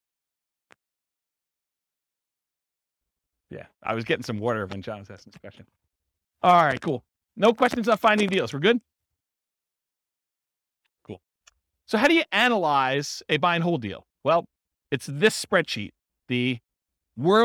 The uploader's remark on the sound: This was a live class recorded